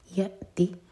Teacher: حمزہ پر cut off sound لیکن قلقلہ نہ ہو